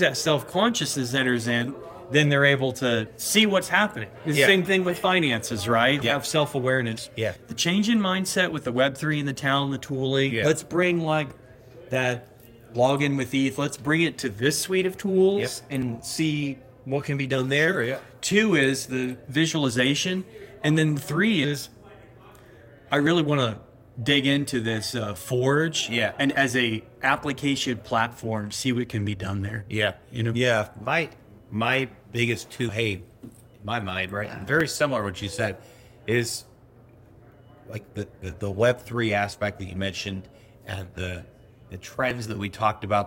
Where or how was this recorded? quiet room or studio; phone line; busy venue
busy venue